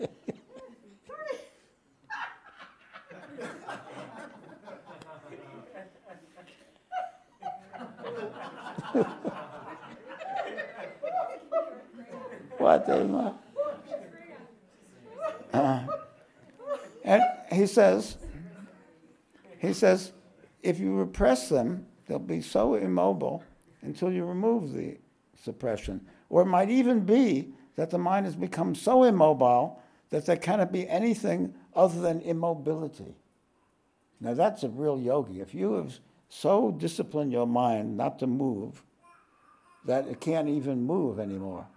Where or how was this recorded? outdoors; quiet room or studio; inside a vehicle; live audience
live audience